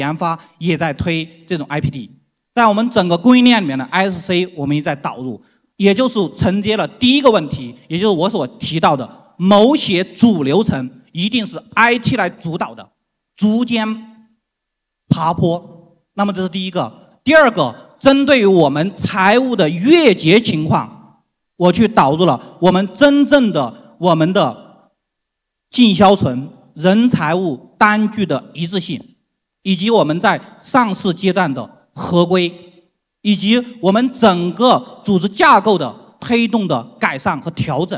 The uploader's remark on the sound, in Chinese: 在 2023 未来 CIO 数字峰会 上